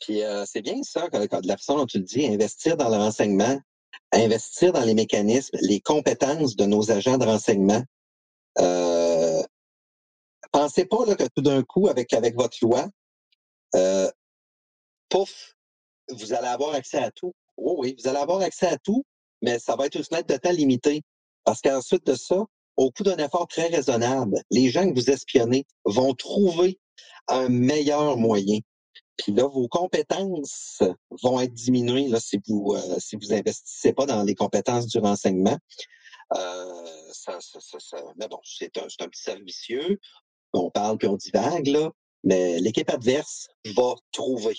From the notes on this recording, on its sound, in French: La plateforme d’enregistrement a connu quelques problèmes et le traitement automatique nous a pas permis de les corriger.